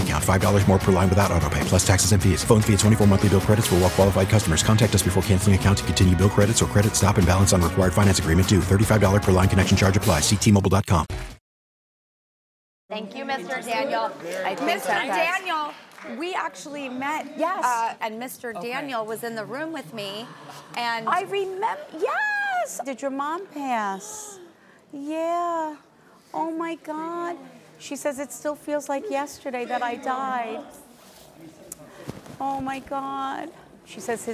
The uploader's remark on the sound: She’s also doing a special reading of the studio audience.